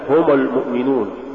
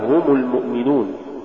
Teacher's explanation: ثانيا صور من اللحون الخفية في الحركات، منها تقريب الضمة إلى الفتحة إذا جاء بعدها سكون · Shown in: first take · مثال ذلك هم المؤمنون، تقرأ لحنا هم المؤمنون، والصواب هم المؤمنون.